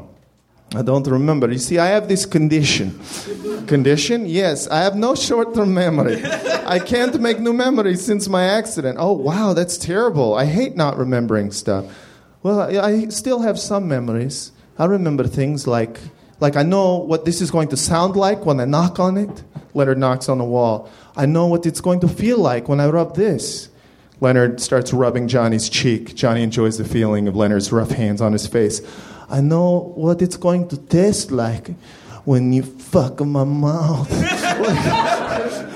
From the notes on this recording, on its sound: Recorded May 20, 2014 at Nerdmelt Showroom in Los Angeles.